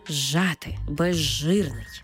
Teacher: У словах «зжати» та «безжирний», де «з» – свистячий, «ж» – шиплячий, разом ми їх читаємо як «ж», тобто «з» перетворюється на «ж» і маємо цей подовжений звук «ж»